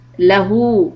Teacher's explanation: This ha dhamma is two harakat long. You'll see a little wow if you're using the Uthmani script.